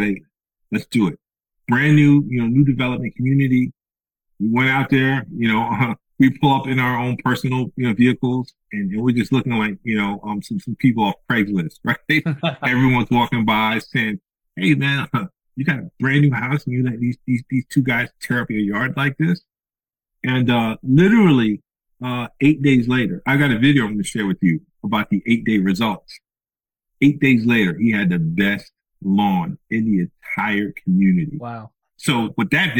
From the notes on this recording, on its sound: Note that the audio is a little distorted in this episode. One of the challenges of including new voices with people who are not professional podcast guests, is that you make due with the tech that you have over Zoom (the folk's don't always have pro mics).